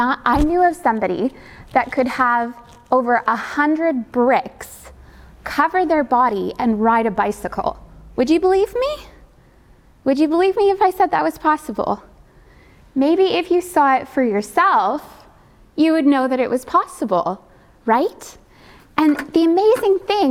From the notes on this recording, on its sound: Audio only recording of our service.